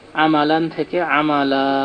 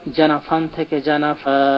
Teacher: আমি শেষে দাঁড়াচ্ছি দুই জবারে, আর সেখানে আমি পরিবর্তন করছি এক জবার এবং এক আলিফ · Term: ওয়াকফ বিল ইবদাল